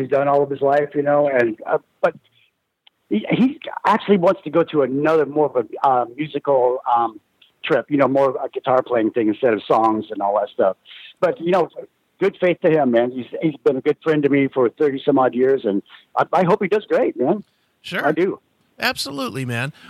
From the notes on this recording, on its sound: called in to talk